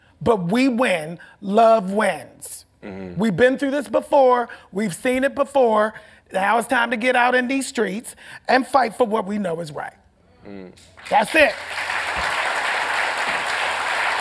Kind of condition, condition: setting, live audience